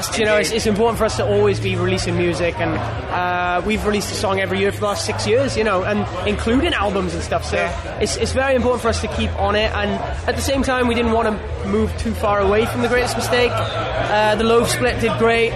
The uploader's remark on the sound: TURS at Download Festival 2022